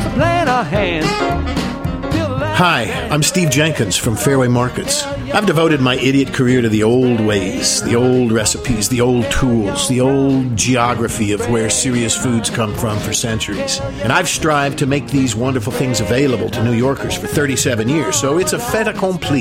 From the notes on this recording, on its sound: On site recordings. Time at the Newport Mansions Wine & Food Festival!